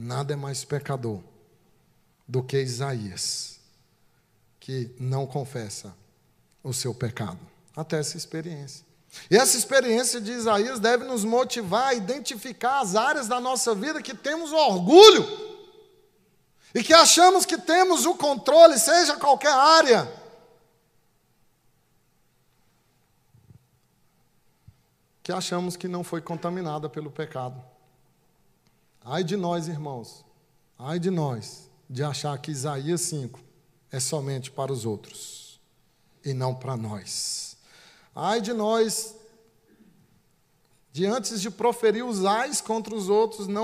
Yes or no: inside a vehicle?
no